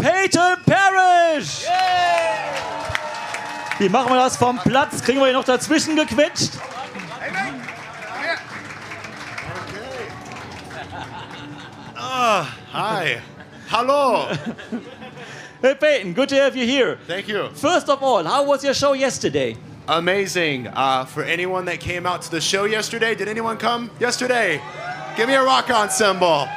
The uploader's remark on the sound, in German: Interview EMP Backstage Club Area beim WACKEN OPEN AIR 2023.